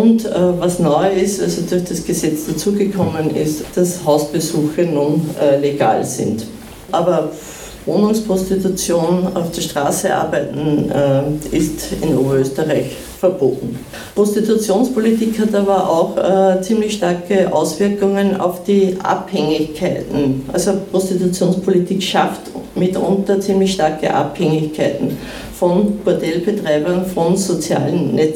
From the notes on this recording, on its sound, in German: Wurde der Internationalen Frauentag am Linzer Hauptplatz zelebriert. Zu hören ist eine Soundcollage von den Happenings am ersten Feminismus und Krawall Camp und den Aktionen am Internationalen Frauentag.